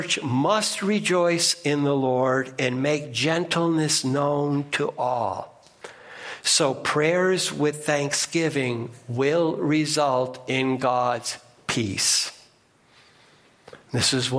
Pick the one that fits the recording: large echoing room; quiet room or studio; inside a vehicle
large echoing room